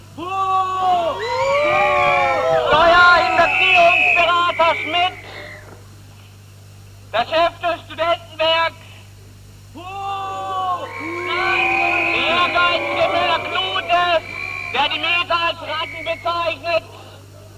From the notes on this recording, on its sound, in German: Livemitschnitt einer Strassenaktion zur geplanten Räumung der Hildastrasse 31.